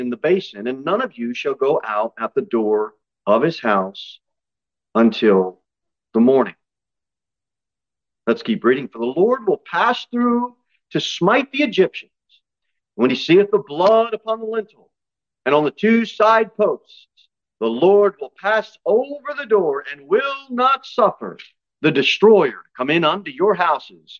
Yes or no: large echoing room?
yes